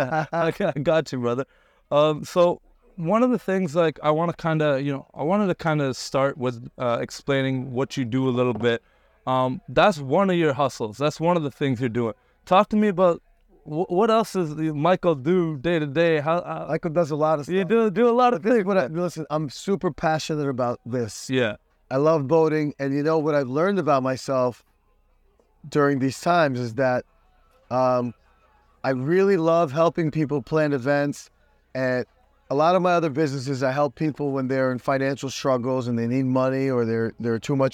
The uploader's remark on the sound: Record this podcast on his yacht. Based in Miami FL.